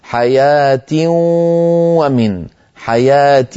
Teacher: ننطق صوتين في آن واحد، واو من الشفتين وغن من الخيشوم. أنت تأتين بالواو فقط، تقولين حياتي ولا تأتين بشيء من الأنف، فعليك أن توزع الصوت نصفه من الفم واو ونصفه من الخيشوم غنة. · Term: إضغام بغنة